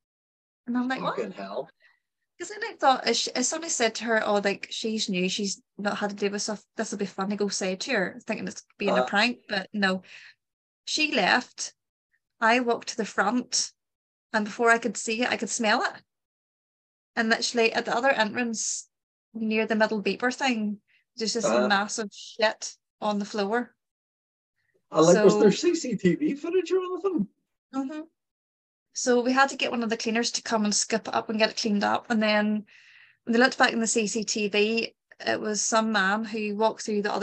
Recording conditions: video call